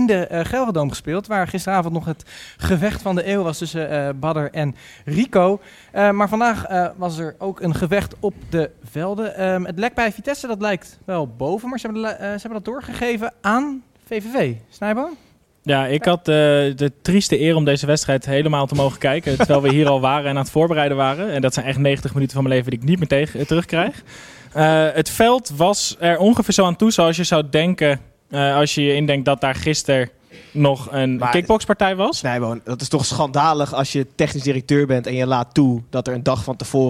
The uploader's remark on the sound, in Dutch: Zitten we live in een vol stadion! (liveshow XL).